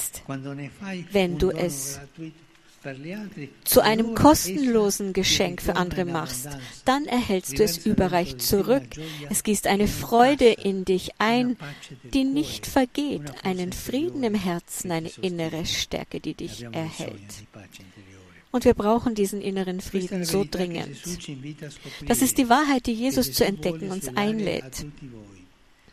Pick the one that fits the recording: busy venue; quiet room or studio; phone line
busy venue